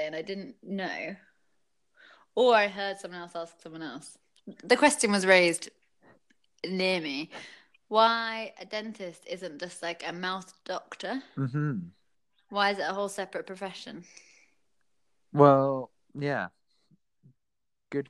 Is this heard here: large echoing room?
no